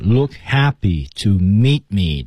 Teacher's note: meet me 这块呢 Look happy to meet me 这块 You look happy to look 是失去爆破的，大家注意这一点哦